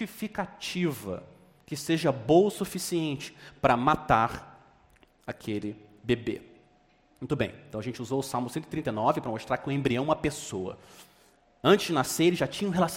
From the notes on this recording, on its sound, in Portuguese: Mensagem gravada na Igreja Batista Jardim Minesota